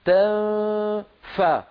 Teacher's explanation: من غير ضغط، الضغط يبدأ عند نطق الفاء. انظري هكذا تنفى، لما نصل إلى فا هنا نضغط. · Term: إخفاء النون عند الفاء